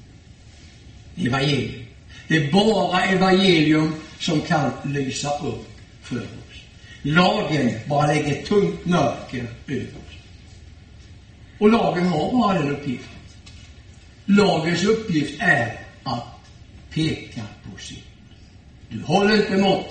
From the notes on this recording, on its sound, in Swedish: Gudstjänst i Ljungby. I S:t Markus församling i Ljungby.